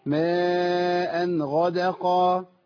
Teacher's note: المد المتصل ده لما يتصل الهمزه بحرف المد نمد على الاقل اربعه